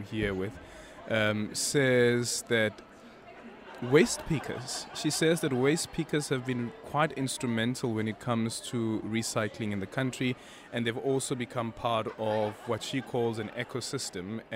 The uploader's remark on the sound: We are still coming to you live from the Cape Town International Convention Centre as scientists gather at the World Science Forum hosted by the Department of Science and Innovation.